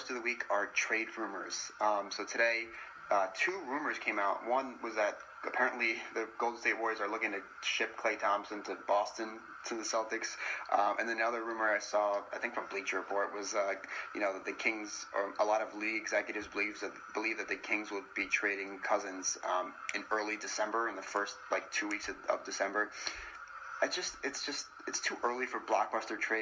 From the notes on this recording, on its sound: I APOLOGIZE FOR THE TECH DIFFICULTIES AND POOR AUDIO